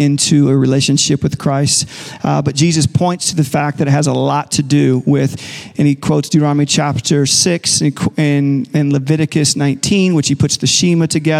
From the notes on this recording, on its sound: Recorded live at Capital Church in Meridian, Idaho